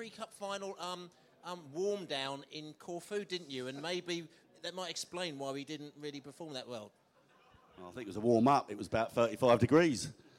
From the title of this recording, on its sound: Q&A At The Beesotted Social in the Pub